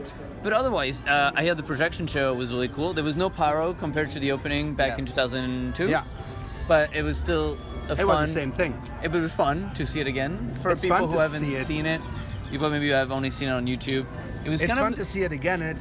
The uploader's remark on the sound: Live in Disneyland Park.